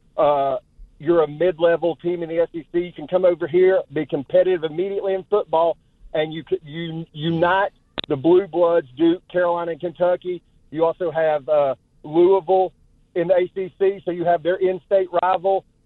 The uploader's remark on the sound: Take on calls to hear your thoughts.